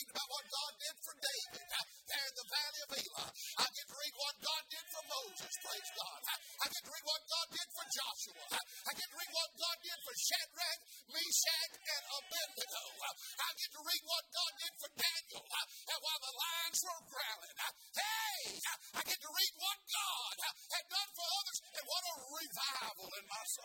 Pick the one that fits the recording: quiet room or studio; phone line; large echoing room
large echoing room